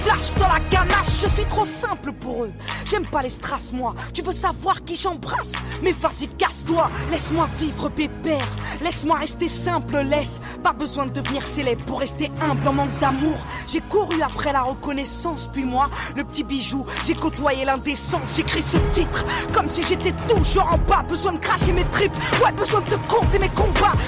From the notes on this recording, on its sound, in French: En direct du château de Banne sur festival ARDECHE MEETING. Les Vans (07).